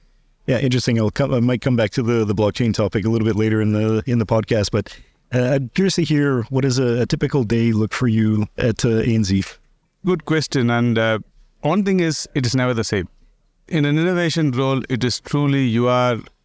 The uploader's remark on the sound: Recorded at Sibos.